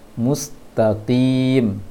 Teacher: Tapi qafnya kasroh, dikurangi ketebalannya. Jangan baca nanti mustaqim, mustaqim, tapi taqim, qim, qi, ko, qi, mustaqim.